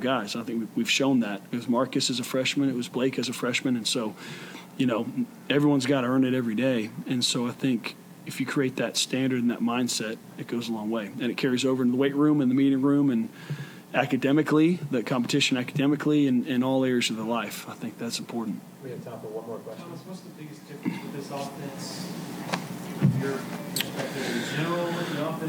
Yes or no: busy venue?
yes